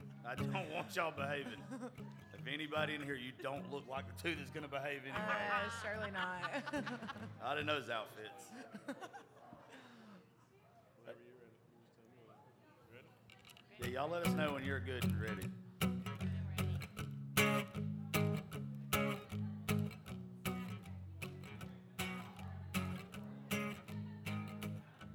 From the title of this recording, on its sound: Rounds At Live Oak In Nashville